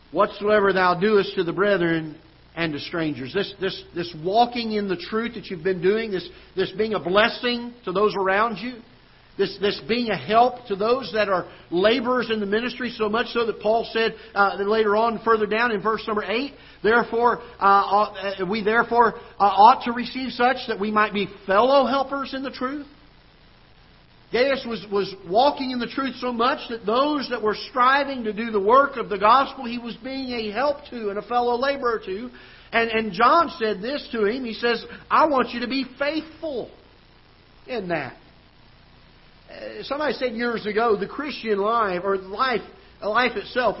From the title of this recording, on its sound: Ketha Heights Baptist Church ~ Live Broadcast